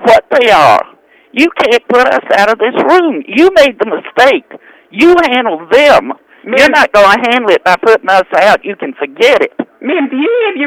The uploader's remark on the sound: Personal Prank Phone Calls Collection